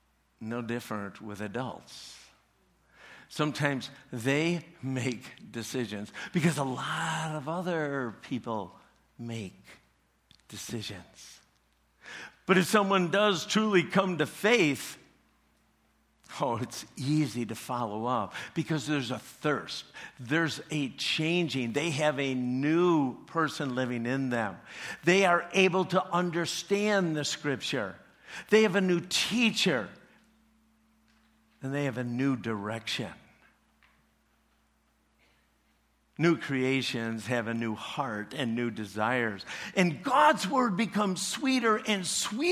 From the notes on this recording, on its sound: Preached this message at CrossPoint Church.